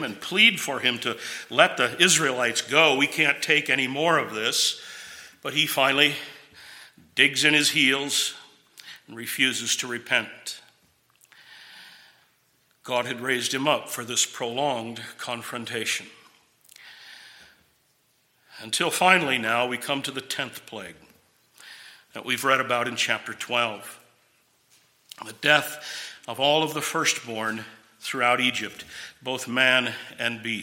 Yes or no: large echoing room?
yes